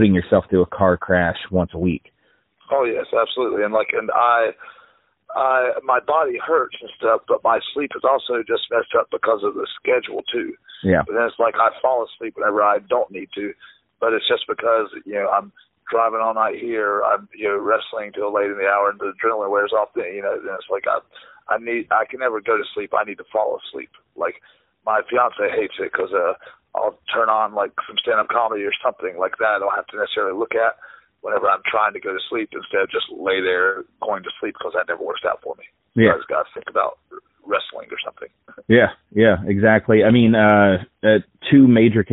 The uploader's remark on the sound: This episode features a phone chat